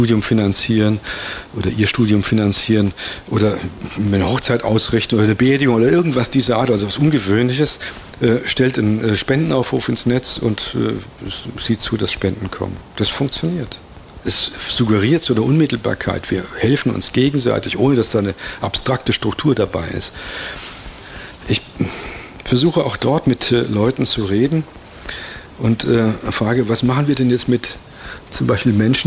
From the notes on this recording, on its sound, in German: Live auf dem Allerweltsfest in Ulm. Radio free FM hat den Vortrag übertragen.